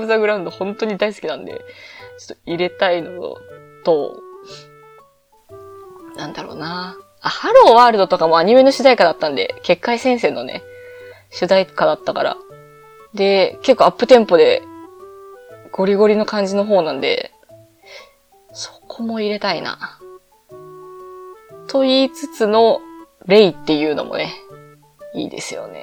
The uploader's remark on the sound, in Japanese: いつもと収録環境が違った為、音質が悪いです。